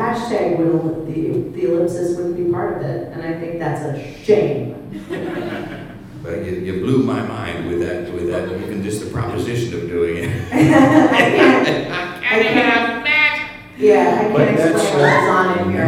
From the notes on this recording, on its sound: live episode, recorded April 2nd at The PIT in New York City